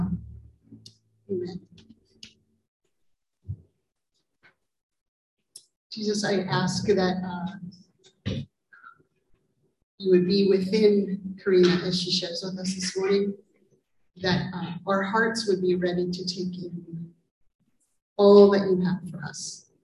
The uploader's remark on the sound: IN this live service